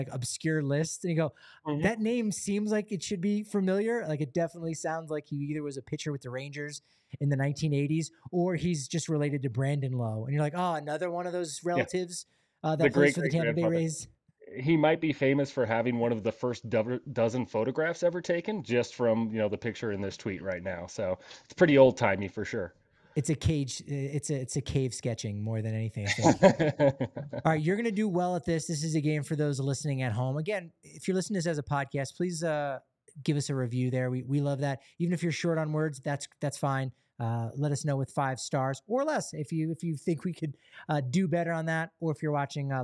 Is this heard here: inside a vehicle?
no